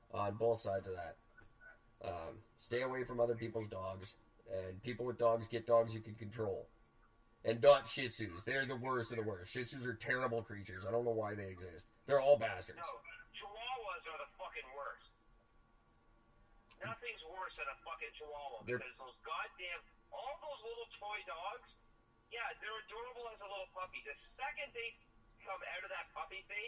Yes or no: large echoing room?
no